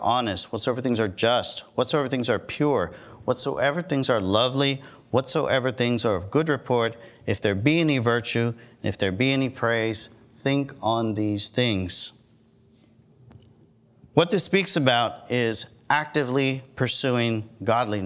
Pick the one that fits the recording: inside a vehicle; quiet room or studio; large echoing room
large echoing room